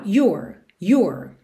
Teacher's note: Mas se a gente levar em consideração essa ideia do inglês americano, your, aqui eu tenho your, your, porque eu foco no you, que é o pronome, você, you, só que eu ponho o R enrolado no final